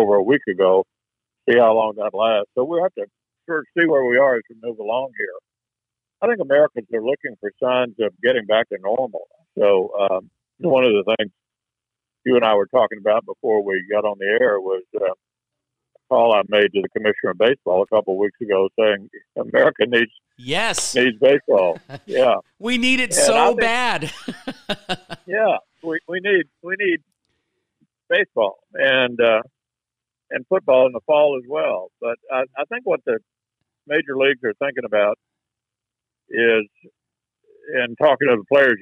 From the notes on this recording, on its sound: via phone